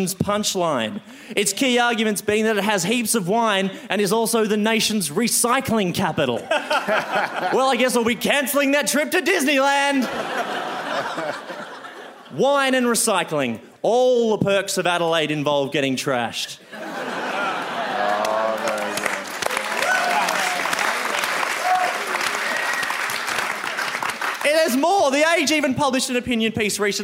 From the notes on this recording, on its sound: A Rational Fear At Sydney Opera House #FODI. In this special 'Festival of Rational Fears' edition.